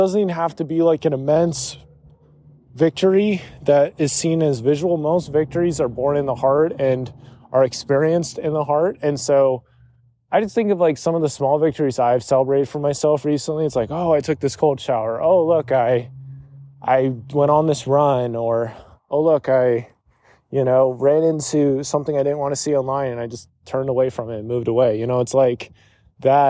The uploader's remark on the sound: This was recorded while on a walk through my parent's neighborhood. There may be the sounds of cars and driving.